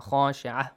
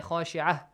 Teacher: You either can stop at the ayah or you can just continue. So if you stop at the ayah, khashi'ah, ta is changed to ha. · Term: ta marbuta